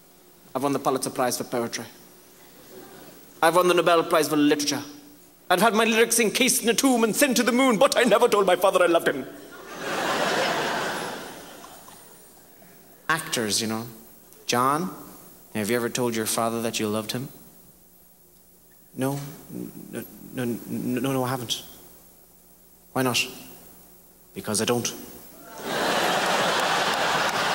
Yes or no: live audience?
yes